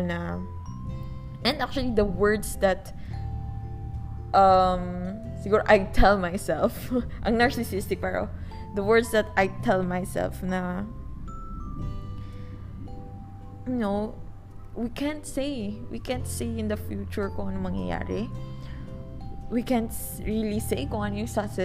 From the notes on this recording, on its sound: Grabe yung tahol ng aso, kulog, at wangwang parang ayaw akong pagrecord-in.